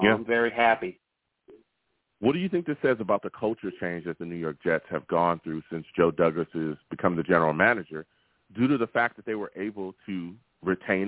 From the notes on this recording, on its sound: I take live callers!